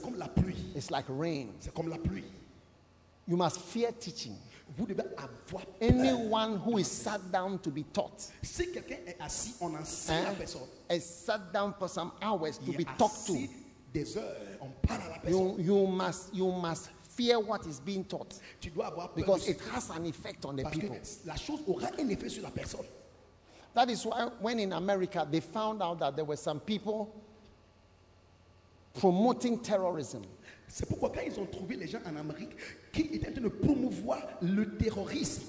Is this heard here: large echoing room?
yes